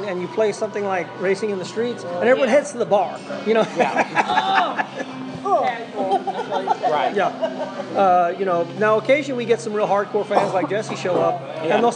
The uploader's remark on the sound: This mini episode was recorded in the House of Blues in downtown Dallas